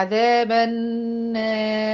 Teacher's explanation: هرقق النون لانها مش من حروف التفخيم، وهرقق المد بتاعها لان المد بيتبع الحرف اللي قبله، حرف الالف المادية، وهنزل على الره بالتفخيم